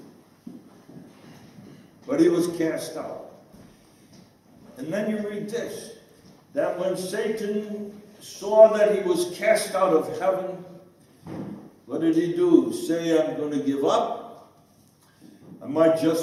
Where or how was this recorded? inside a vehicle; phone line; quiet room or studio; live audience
live audience